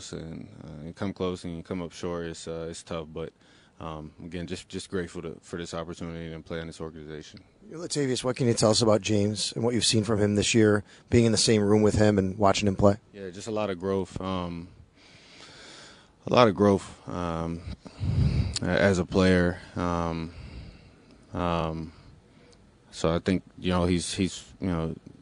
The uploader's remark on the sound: reports live from the Bills locker room with players.